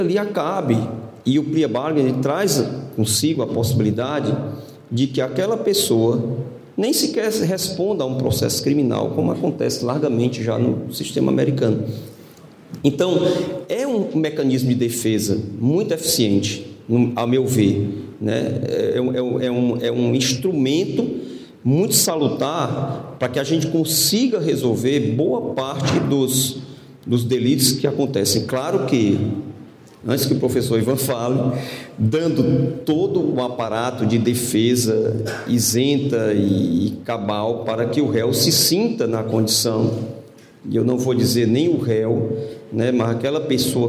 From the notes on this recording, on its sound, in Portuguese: Ao Vivo – UNIFOR. Foi gravado ao vivo na Universidade de Fortaleza. A convite da Escola de Direito.